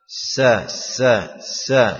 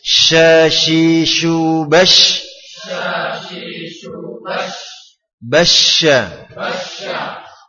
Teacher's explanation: Secara istilah berarti menyebarnya aliran nafas di antara lidah dengan langit-langit ke berbagai penjuru · Shown in: second take · ya ke berbagai penjuru yang ada di dalam rongga mulut. · Term: sifat at-tafashshi